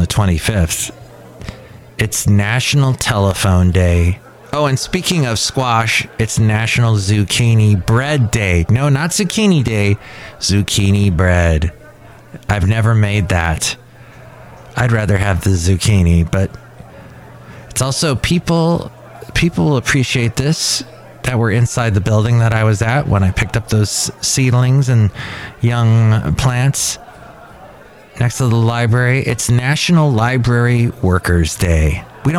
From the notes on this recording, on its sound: Podcasts live from Café Anyway.